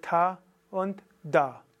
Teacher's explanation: dentale, wo die Zunge eben an den Zähnen ist